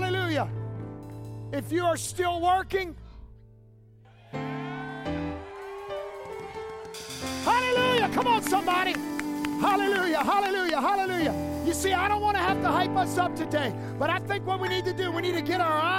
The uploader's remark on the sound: As we returned to our live in-person services this week